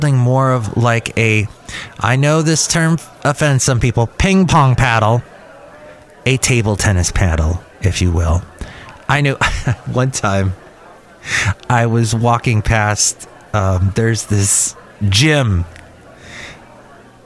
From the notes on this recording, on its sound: podcasts live from Cafe Anyway